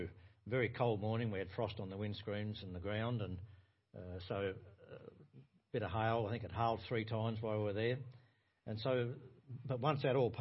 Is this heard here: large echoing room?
yes